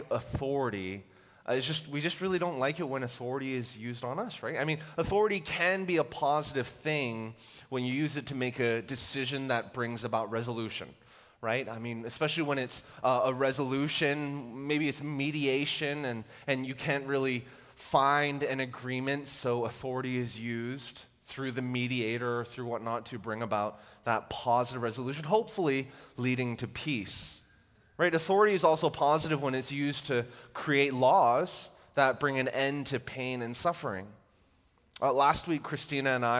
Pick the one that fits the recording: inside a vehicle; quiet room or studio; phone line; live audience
live audience